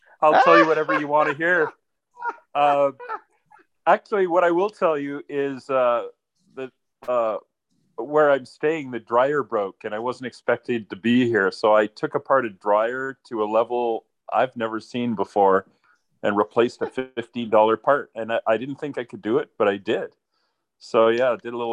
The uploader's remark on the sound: Zoom Call